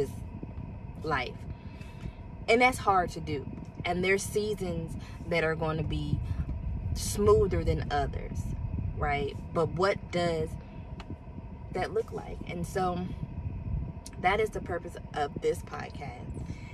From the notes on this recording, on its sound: I had to record in my car, parked outside of one of Publix.